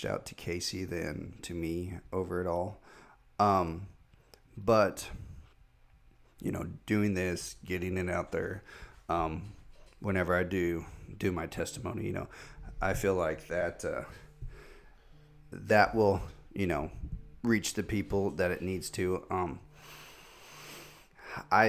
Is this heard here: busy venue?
no